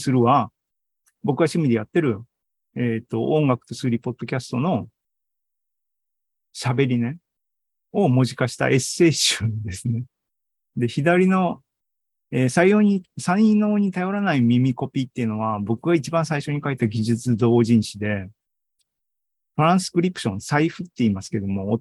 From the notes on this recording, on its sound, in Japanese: ２０２３年７月２９日に開催した ZOOMライブの模様です